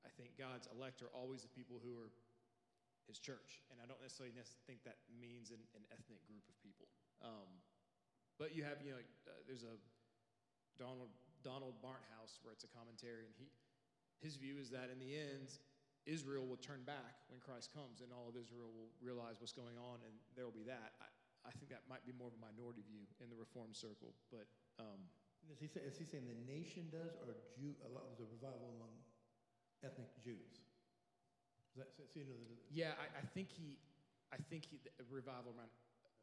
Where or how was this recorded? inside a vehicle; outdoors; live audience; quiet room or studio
live audience